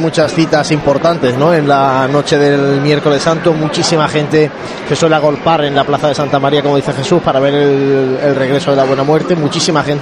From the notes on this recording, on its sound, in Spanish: Conectamos en directo desde la unión de calle Campanas con Ramón y Cajal, por donde avanza la Cruz de Guía de la Buena Muerte.